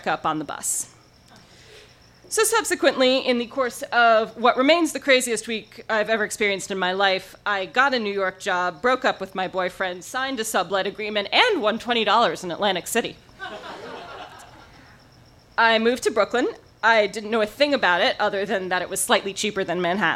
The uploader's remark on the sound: recorded live on 11 April 2017 at Tiger!